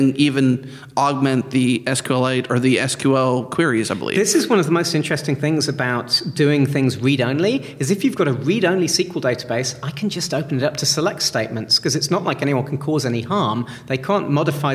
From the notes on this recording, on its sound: on location at ZEIT Day